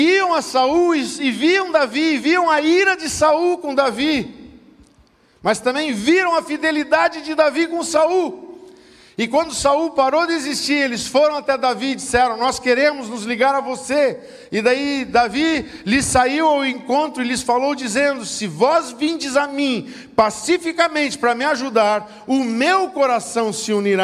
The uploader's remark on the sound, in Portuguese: Culto de Celebração. Na Igreja ABA Blumenau (Transmitido ao vivo).